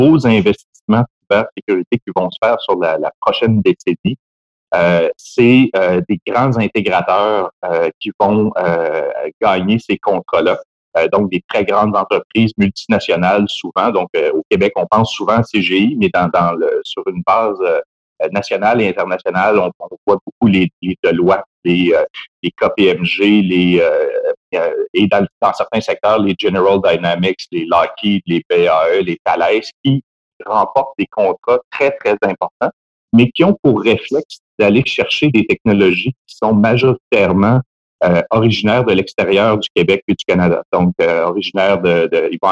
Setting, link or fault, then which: link, video call